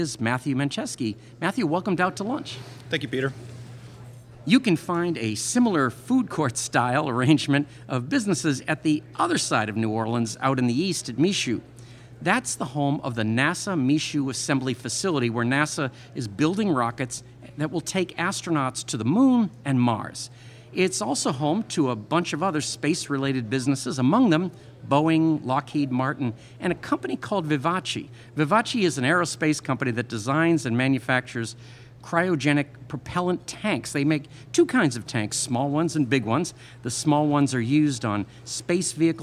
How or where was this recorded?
busy venue